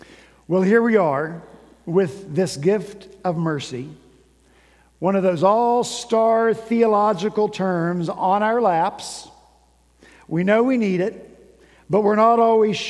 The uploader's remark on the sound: At Redeemer Presbyterian Church in Charleston, SC